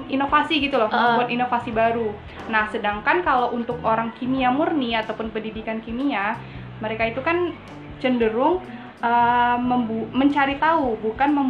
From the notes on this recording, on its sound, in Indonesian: Mohon maaf suara bising karena resiko rumah dipinggir jalan + lagi ada yg renovasi rumah.